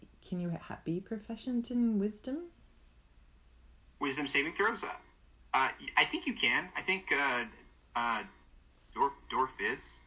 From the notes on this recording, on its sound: Technology continues to be unhelpful from an audio quality and game flow perspective.